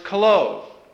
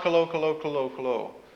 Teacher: that omicron is just pronounced just like an omega, long.